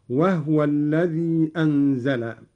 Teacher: قرأ قالون بإسكان الهاء هكذا: وهو الذي أنزل.